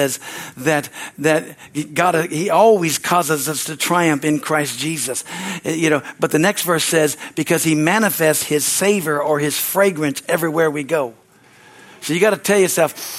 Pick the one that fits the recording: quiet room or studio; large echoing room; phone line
large echoing room